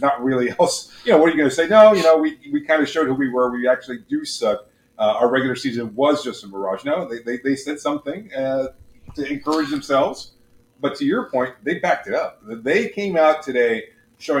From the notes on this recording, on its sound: Apologies for the audio issues